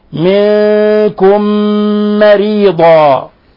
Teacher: ولاحظوا إطباق الشفتين ولاحظوا الغنة من الخشوم · Term: إدغام مثلين صغير